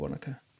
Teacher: So they say K instead of the NG sound. · Term: Ngāi Tahu Mita